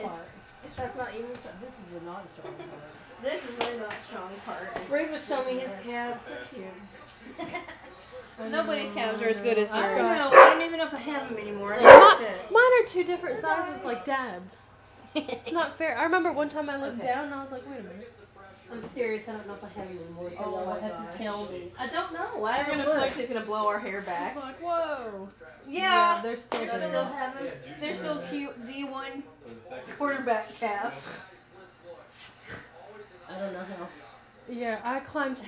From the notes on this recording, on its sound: There is a lot of ambient noise in this one! Pretend that you are sitting in the living room watching football while we bake a cake in the other room.